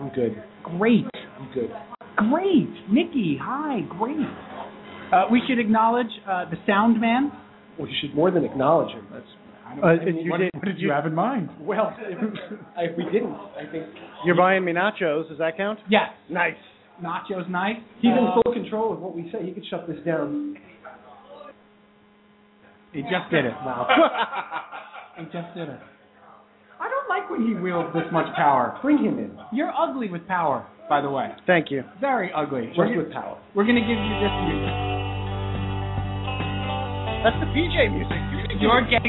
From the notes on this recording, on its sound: LIVE at BLUE HAVEN IN NYC! A ton of friends came down to watch the draft with us.